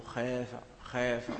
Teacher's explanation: فنميل فتحتها فتحة الخاء، وكذلك تتأثر الألف أيضا